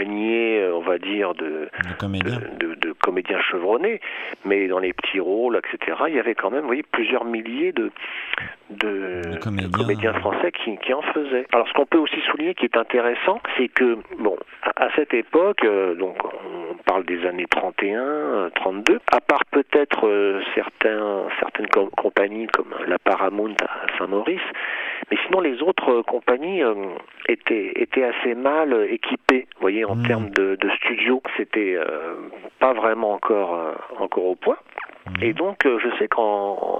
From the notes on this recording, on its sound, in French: Interview par téléphone